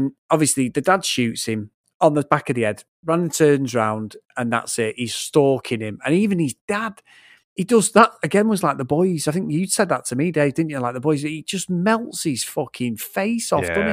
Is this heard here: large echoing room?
no